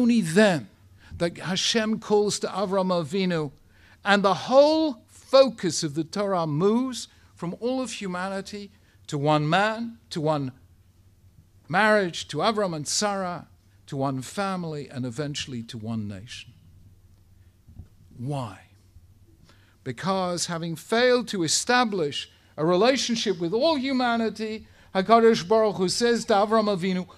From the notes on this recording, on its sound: Speaking at the Beit Knesset Feigenson